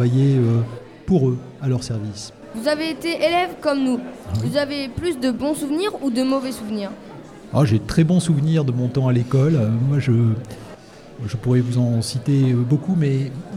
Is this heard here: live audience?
yes